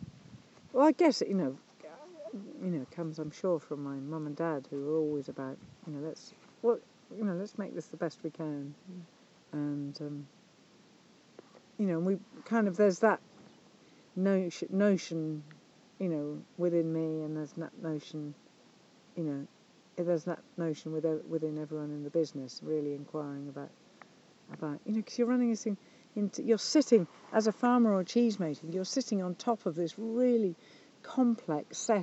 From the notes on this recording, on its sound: This week's episode was recorded in a stunning pasture